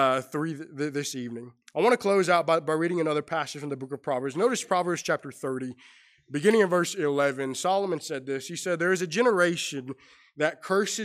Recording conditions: large echoing room